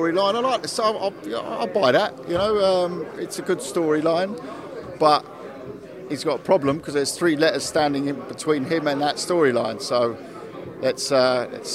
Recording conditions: busy venue